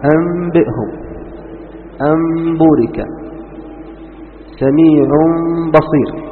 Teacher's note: تقلب النون ميم وتخفي دون أن تشد، مع كز يسير أي لطيف، أو عفوا قالوا رحمه الله دون كز، إنما برفق وبلين تطبق الشفة على الشفة. · Term: الإقلاب